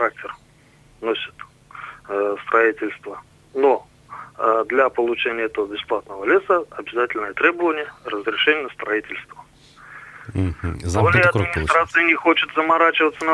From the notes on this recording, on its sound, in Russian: По телефону